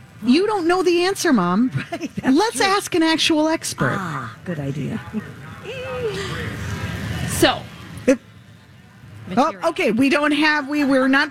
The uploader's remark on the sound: carry on live at the Minnesota State Fair!